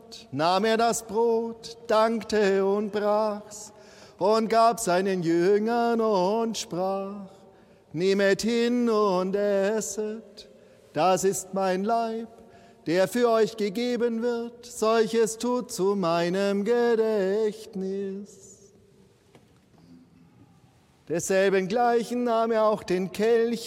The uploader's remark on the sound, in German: Live-Gottesdienstübertragung aus der St. Lorenz Kirche in Nürnberg.